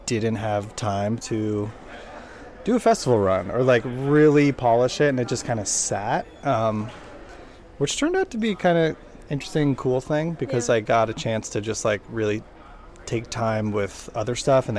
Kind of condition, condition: setting, busy venue